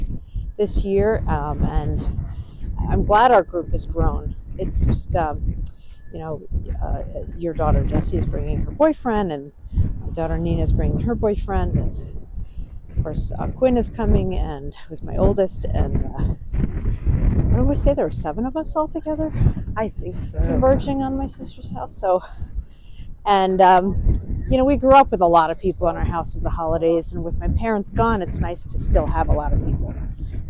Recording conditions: wind noise